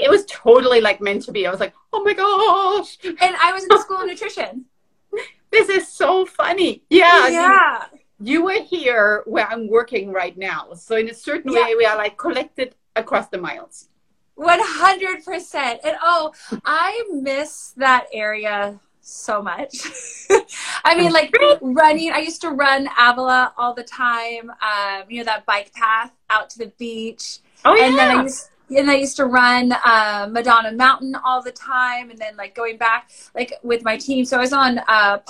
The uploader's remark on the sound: I would like to share the recordings from these IG live sessions